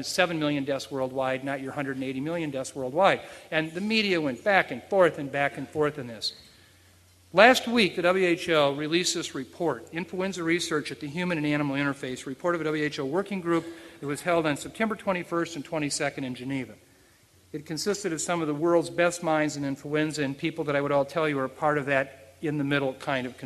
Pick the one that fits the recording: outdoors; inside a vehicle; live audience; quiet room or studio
live audience